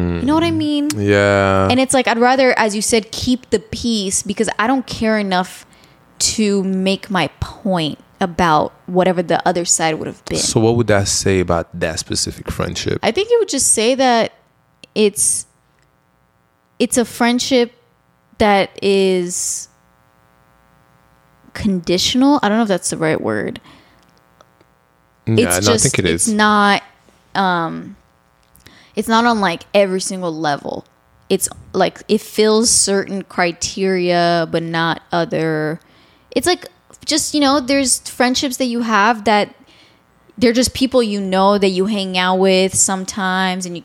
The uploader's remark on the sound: Sorry for the slight buzz in the background, not sure what it was.